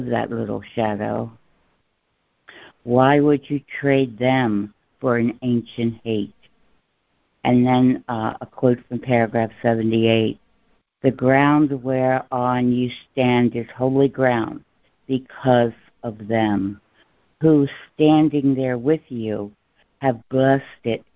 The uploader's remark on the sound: ACIM Daily Conference Call